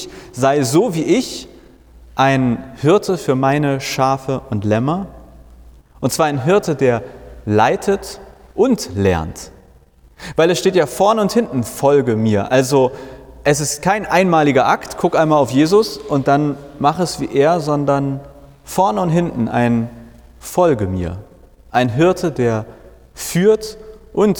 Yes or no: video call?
no